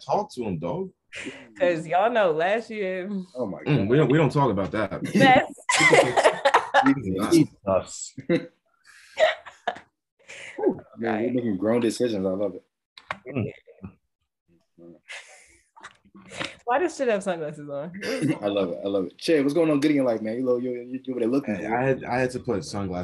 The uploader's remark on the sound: 10 pm on Zoom.